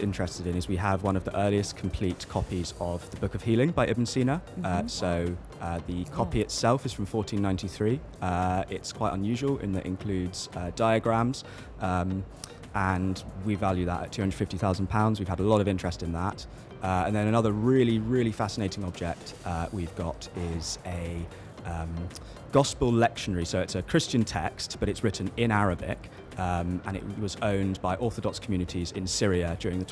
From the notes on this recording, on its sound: Live from SIBF 2022. Live interview from SIBF 2022.